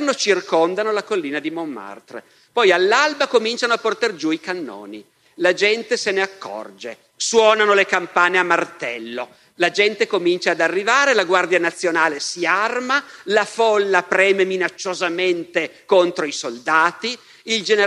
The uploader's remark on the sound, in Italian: Festival della Mente, 2021. Dal Festival della Mente 2021, il terzo e ultimo appuntamento della serie “Le origini delle guerre civili”.